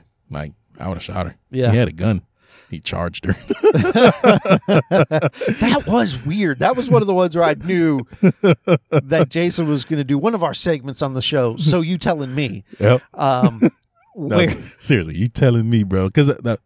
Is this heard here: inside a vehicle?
yes